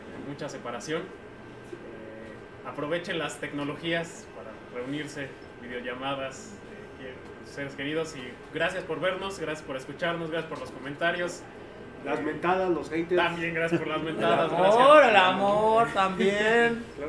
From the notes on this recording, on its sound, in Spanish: Estamos en vivo desde Java Cafe